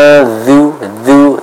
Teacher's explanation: huruf dzal ini pastinya akan dibaca dengan tipis. Maka agar kita bisa membedakan huruf dha dan huruf dzal ini, ya, selain tentunya kita belajar makhrajnya, kita juga harus paham bagaimana sifat yang dimiliki oleh kedua huruf tersebut.